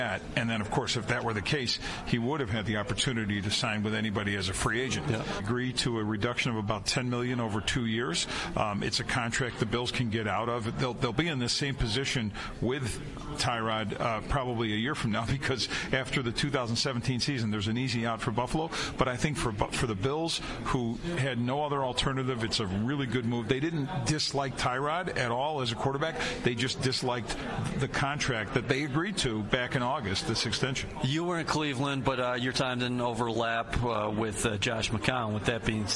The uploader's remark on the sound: Live at the League Meetings